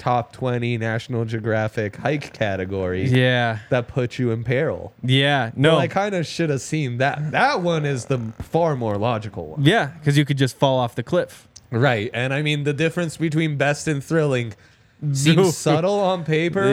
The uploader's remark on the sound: coming to you LIVE from the DNVR Bar